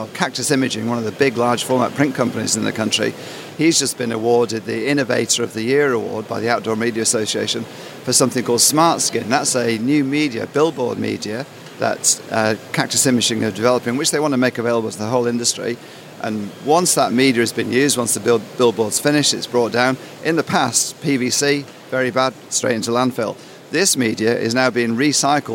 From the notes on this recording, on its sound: This month's edition was recorded at the Auspack trade show in Melbourne.